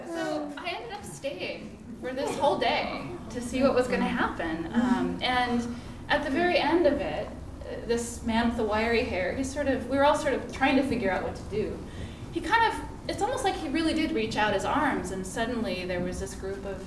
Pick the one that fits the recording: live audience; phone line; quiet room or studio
live audience